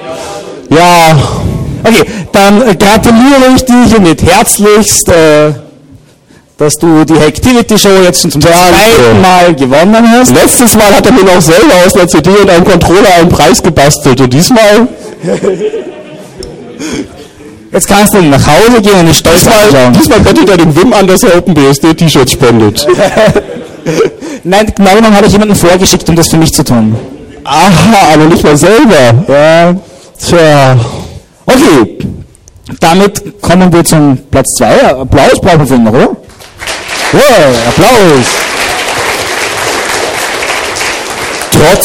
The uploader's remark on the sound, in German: eine kleine Unterhaltungsshow mit Publikumsbeteiligung